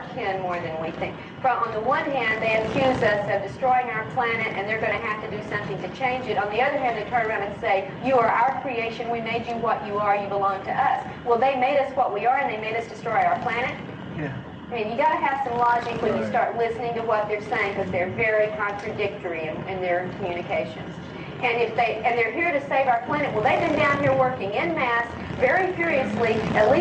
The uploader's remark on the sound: Sorry for the poor audio quality.